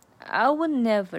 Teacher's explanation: 这个 I would 要重读起来